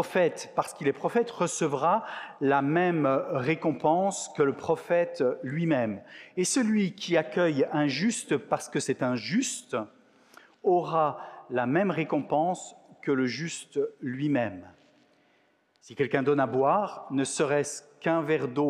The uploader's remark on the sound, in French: Enregistré à l'église CVV, le 19/06/2022